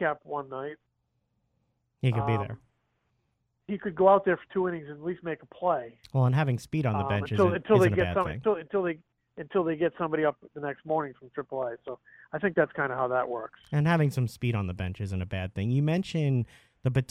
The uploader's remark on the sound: called in to start the show from Spring Training